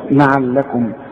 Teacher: لعلكم دي كلها مرققة ازاي، اللام والعين واللام